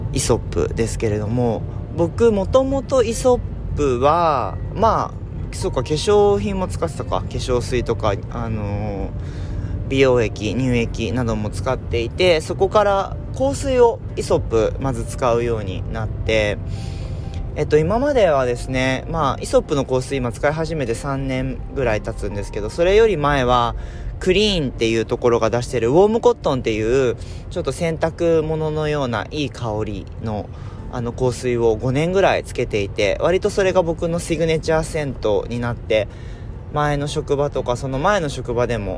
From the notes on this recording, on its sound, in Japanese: 車を運転しながらお届けしています途中運転に集中して無言になります